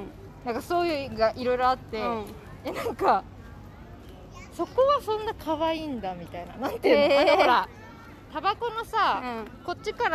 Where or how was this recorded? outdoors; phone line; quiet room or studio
outdoors